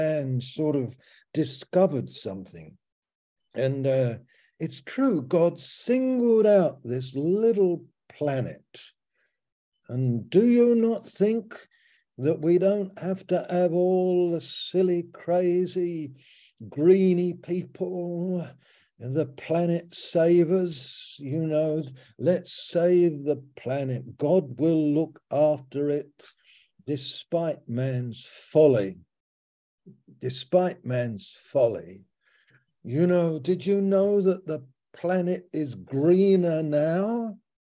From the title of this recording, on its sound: Malaysia Meets (Zoom)